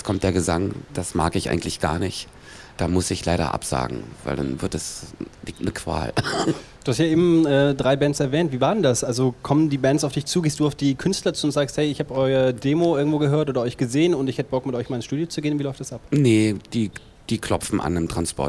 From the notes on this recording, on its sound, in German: Auf dem Pop-Kultur-Festival in Berlin.